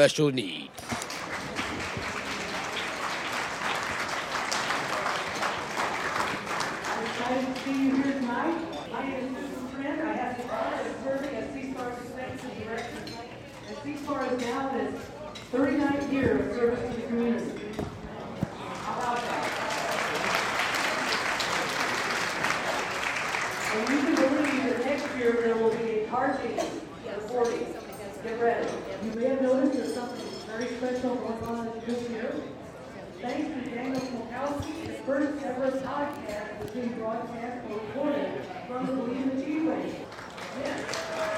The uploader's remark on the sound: SCP145: Meet SEASPAR Friends LIVE at 2015 Believe & Achieve Banquet. Recorded and broadcasted on location at the Abbington Banquets in Glen Ellyn, Ill.